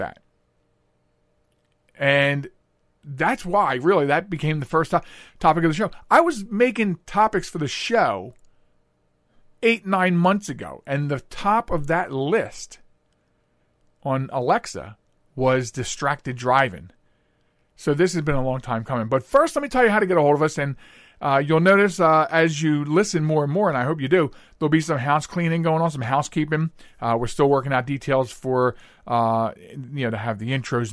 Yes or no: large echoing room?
no